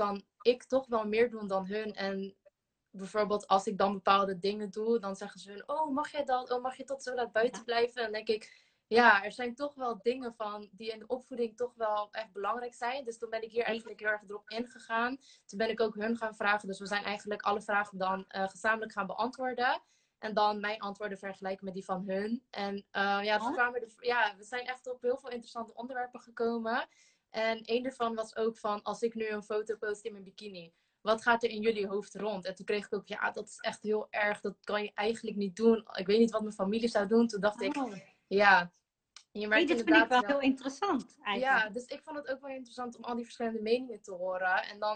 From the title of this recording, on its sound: Instagram Live